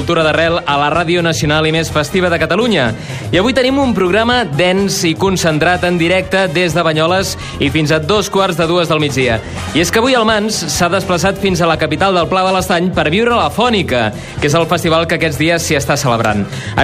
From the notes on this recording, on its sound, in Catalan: Hi serem i sentirem en directe, des de la Plaça Major de la ciutat